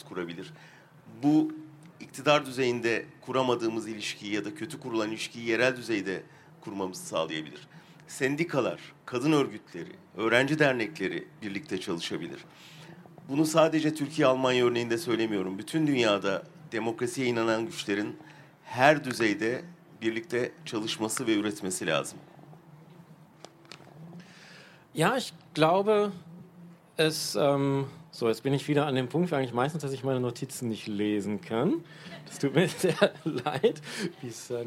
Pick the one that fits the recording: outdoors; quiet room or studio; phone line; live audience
live audience